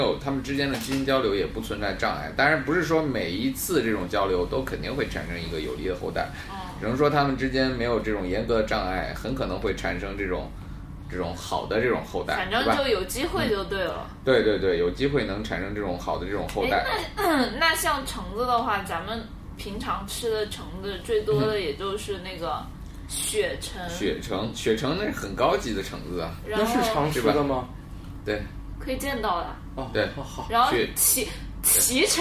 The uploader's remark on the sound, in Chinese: 本期节目为在张大妈办公区用录音笔录制，可能有街道上的杂音，请见谅。